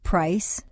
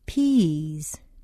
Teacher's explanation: notice how the voiced word is drawn out · Shown in: second take